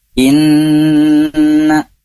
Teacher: Akan tetapi karena ini bertasydid, jadi dia punya gunnah yang sempurna gitu ya, gunnah yang sangat sempurna untuk ditahan. Inna gitu ya.